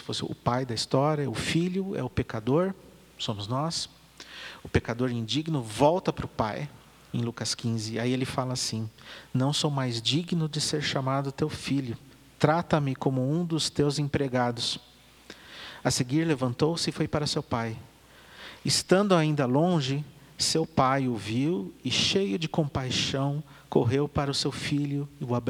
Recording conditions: large echoing room